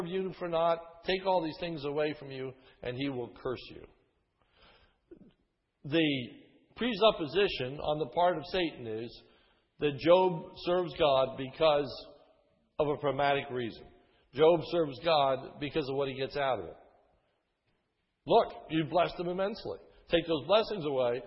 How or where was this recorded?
large echoing room